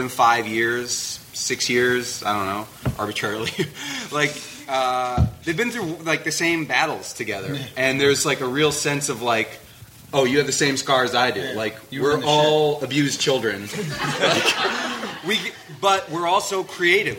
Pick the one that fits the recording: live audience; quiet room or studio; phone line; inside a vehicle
live audience